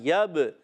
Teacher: نہیں ہے یا با زبر یب با عرف قلقلہ میں سے قلقلہ ہوگا آواز لوٹ کر آئے گی جنبش اور حرکت ہوتی ہے